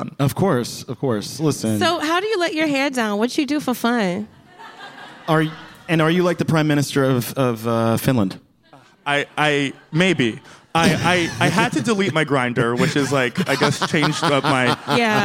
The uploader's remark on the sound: live on stage at the Bell House!